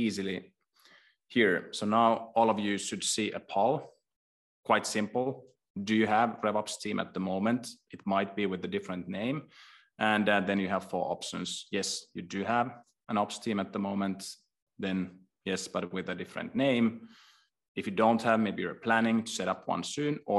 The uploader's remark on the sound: This episode is a recording of a webinar hosted by HubSpot and Vainu on 1 December 2022. This episode is a recording of a webinar hosted by HubSpot and Vainu on 1 December 2022.